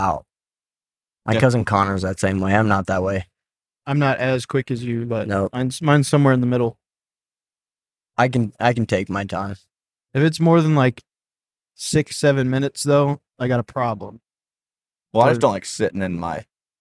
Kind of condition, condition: setting, inside a vehicle